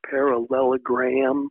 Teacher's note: you got those plosive P's and then the lilt of those L's, parallelogram, and then you got those harsher letters, sounds, the G and the R, parallelogram.